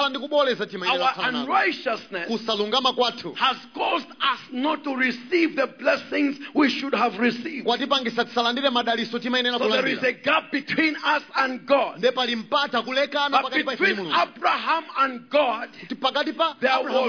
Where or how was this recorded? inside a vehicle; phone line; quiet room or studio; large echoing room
large echoing room